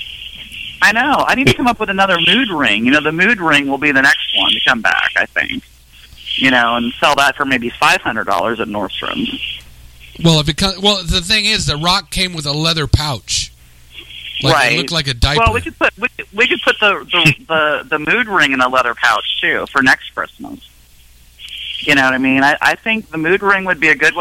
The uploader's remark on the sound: join us by phone